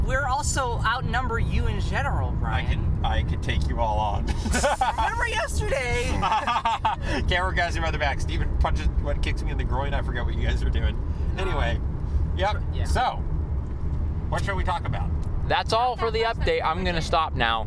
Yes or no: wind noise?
yes